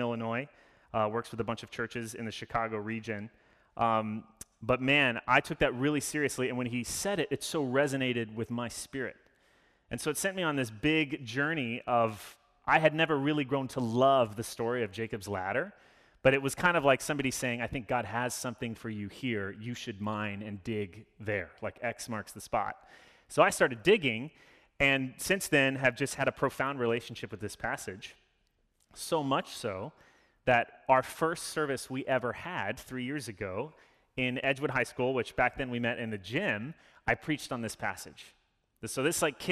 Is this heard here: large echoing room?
yes